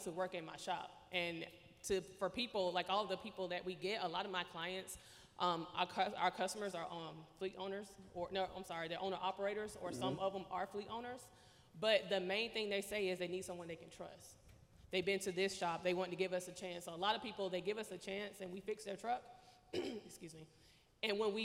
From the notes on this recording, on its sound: Live on location in Houston, TX at second annual Truck N' Hustle FreightFest. Audio/Video Captured at the Event by Encore.